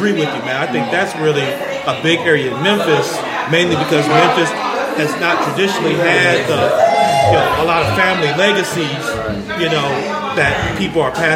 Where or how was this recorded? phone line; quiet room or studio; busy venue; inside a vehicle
busy venue